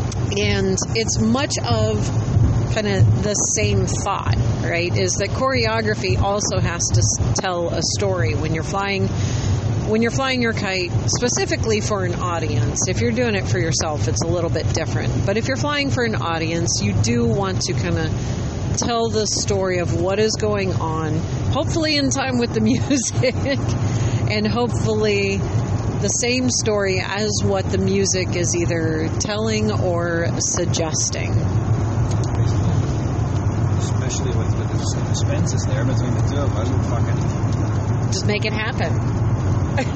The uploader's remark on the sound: Dispatch from the road on the way to SPI